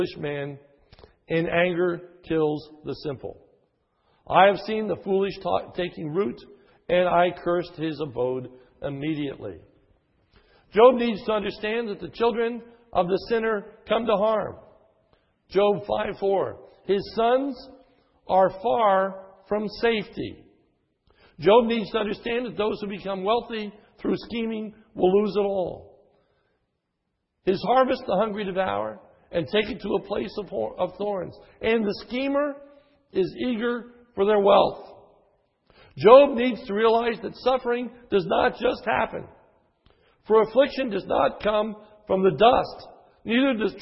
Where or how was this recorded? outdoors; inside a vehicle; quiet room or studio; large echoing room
large echoing room